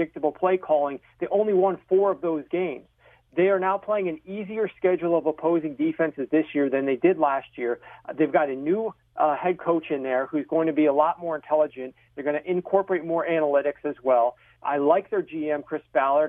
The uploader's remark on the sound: Phone call.